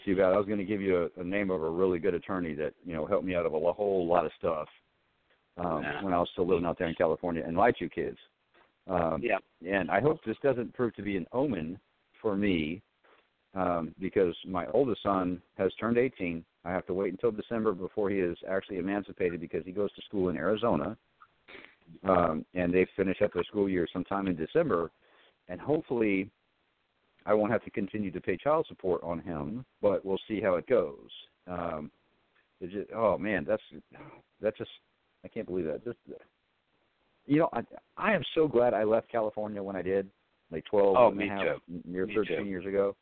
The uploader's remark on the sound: Open call in.